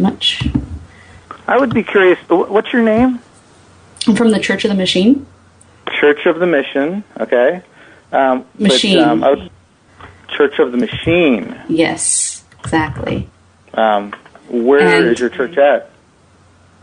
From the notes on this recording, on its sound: RBCP's Personal Prank Phone Calls Collection